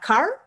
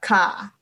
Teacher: они не произносят букву R после гласных · Shown in: second take